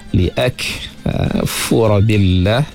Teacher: kita bunyikan sedikit hamas pada kaf yang mati itu